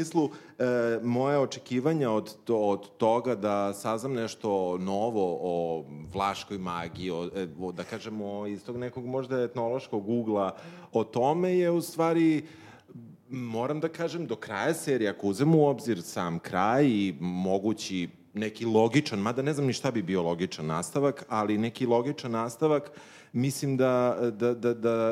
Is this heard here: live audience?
yes